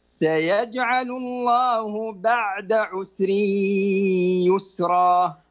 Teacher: سكن العين بلا قلقلة